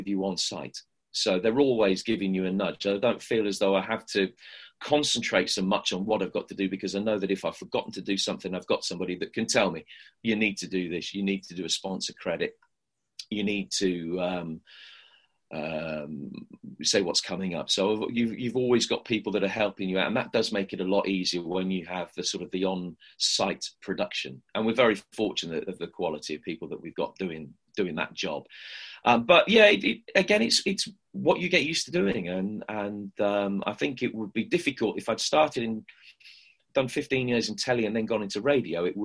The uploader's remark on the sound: via a sometimes temperamental Zoom call